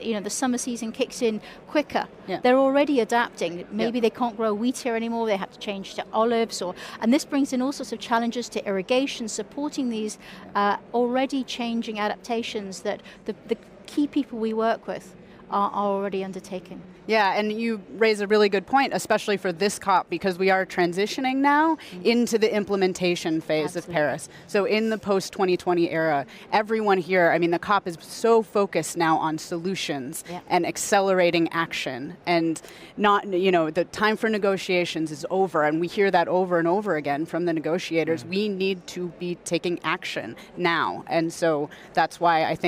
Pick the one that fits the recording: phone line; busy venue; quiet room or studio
busy venue